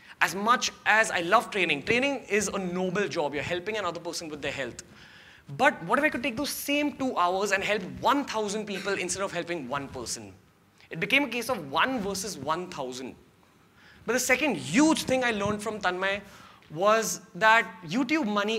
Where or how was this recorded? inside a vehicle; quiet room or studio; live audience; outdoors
live audience